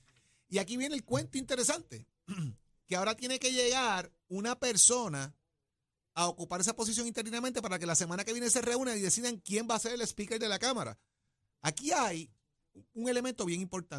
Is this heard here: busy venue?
no